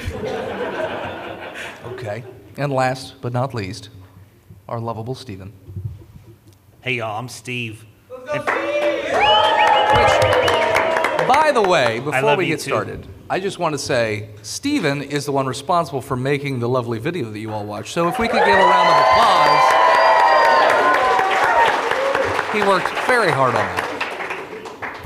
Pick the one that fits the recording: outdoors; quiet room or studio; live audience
live audience